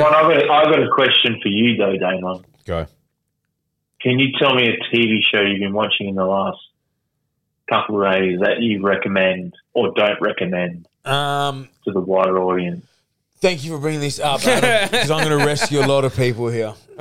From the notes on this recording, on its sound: Phones in from quarantine.